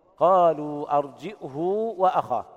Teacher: أرسل في المدائن حاشرين قرأ ابن كثير وهشام قالوا أرجئه وأخاه يثبتون الهمز بين الجيم والهاء مع ضم الهاء وصلتها بواو لفظية